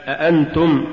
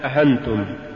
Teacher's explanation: أقصى الحلق ويخرج منه الهمزة والهاء